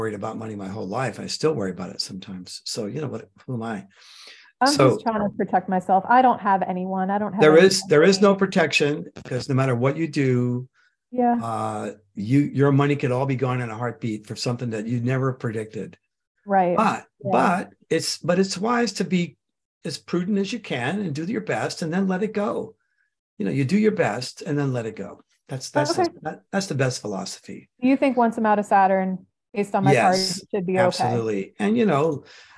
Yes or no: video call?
yes